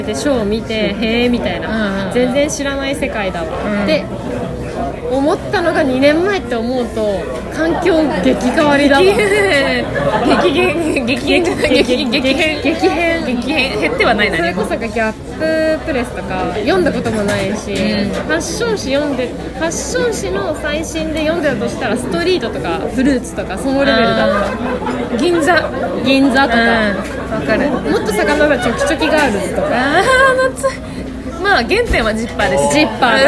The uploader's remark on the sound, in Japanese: 2020/12/19 19:47新宿の喫茶店タイムスにて収録